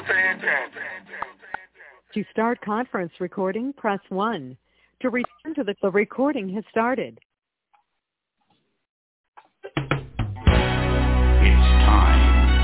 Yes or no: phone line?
yes